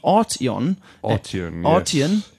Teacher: the emphasis is put on the first syllable